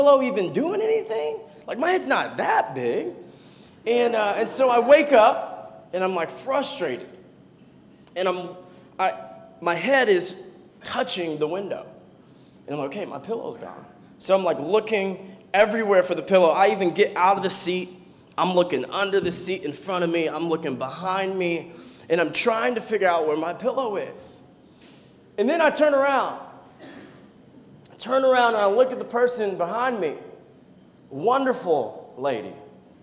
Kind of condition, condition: setting, live audience